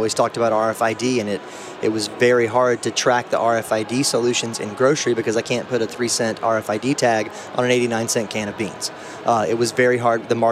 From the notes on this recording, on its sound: Recorded at NRF Big Show 2018.